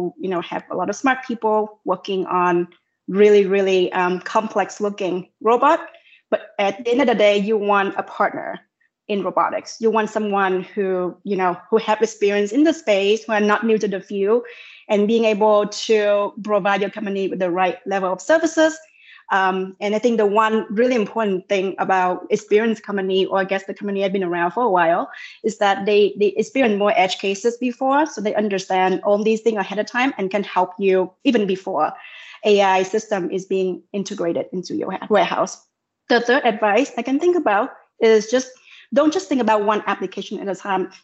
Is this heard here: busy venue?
no